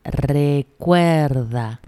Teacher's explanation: Atención a la R fuerte de recordar porque comienza con una R inicial y cuando tenemos la R inicial siempre es fuerte. Recuerda. Y marca bien el diptongo UE.